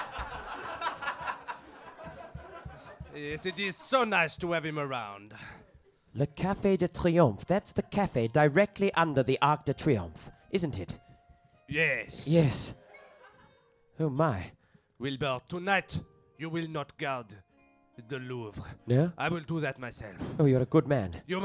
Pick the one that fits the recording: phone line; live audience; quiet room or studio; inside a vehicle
live audience